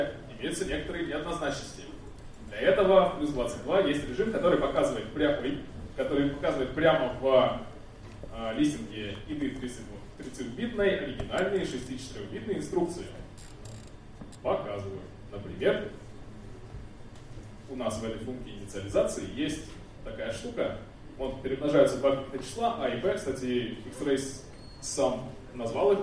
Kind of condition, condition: setting, live audience